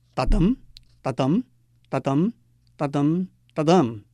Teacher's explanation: 每个句子十个音节，而且都是轻重，轻重的组合